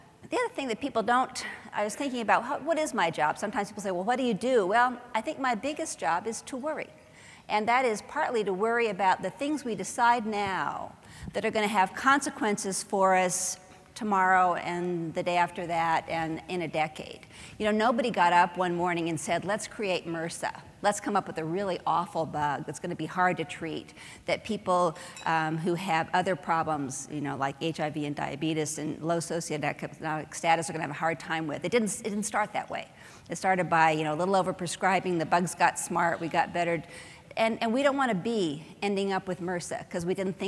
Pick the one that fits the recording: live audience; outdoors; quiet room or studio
live audience